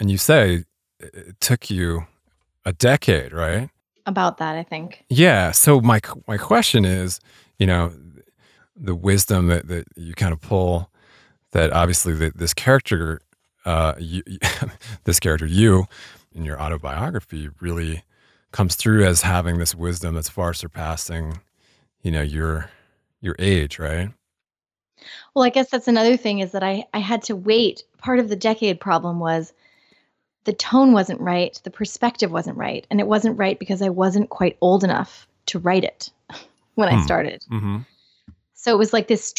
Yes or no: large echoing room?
no